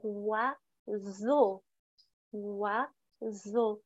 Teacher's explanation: on avait wa, O et une S, mais c'était plus comme un Z, donc wa, zo.